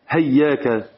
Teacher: وقرأ بعضهم هياك فالهاء بدل الهمزة